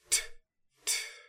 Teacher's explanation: So way back with plosives, we had this alveolar closure, the apex of the tongue closing off the flow of air. And that's the stop portion of a stop plosive.